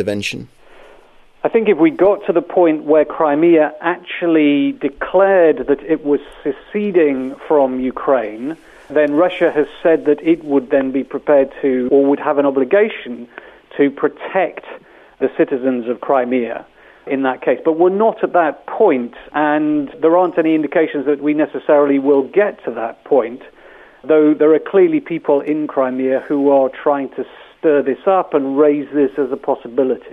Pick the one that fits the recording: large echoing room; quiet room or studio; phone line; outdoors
phone line